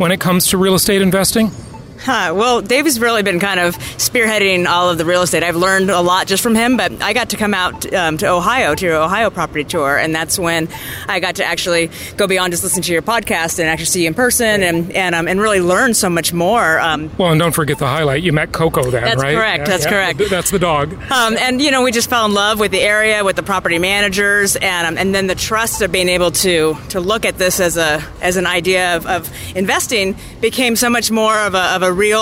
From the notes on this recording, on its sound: In between activities during the Oklahoma City JHU Live event is a great time to record a podcast with new income property investors.